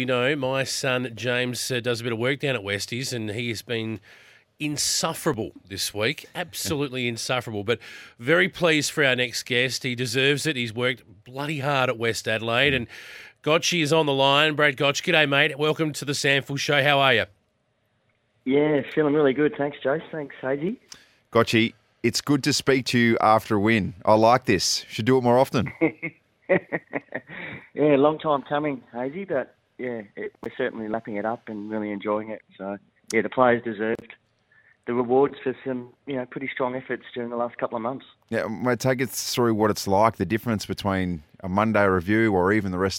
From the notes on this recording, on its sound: called